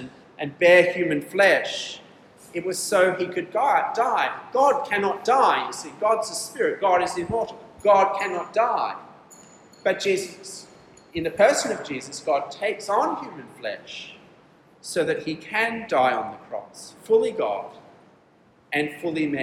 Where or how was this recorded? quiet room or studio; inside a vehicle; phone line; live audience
live audience